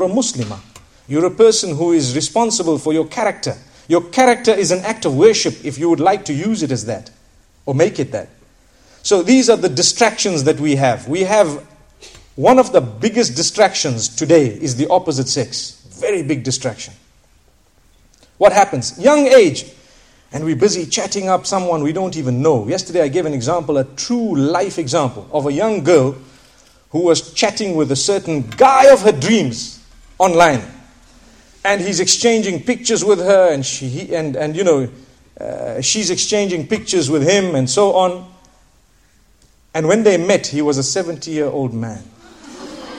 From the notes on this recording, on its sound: School Lecture at Bolton, Lancashire, UK